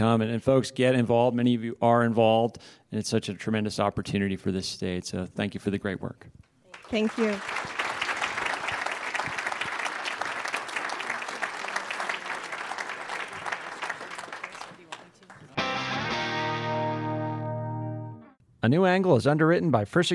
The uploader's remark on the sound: This week’s episode was recorded live at the recent innovateUM conference. A New Angle recorded in front of a live audience for the first time, capturing two micro-panel conversations.